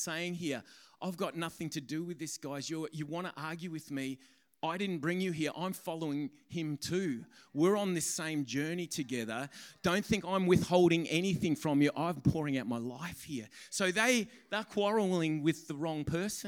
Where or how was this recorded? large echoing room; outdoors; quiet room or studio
large echoing room